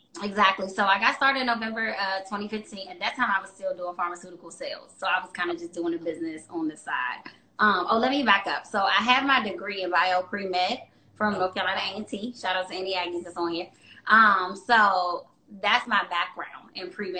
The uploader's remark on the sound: Wellness Wednesday IG LIVE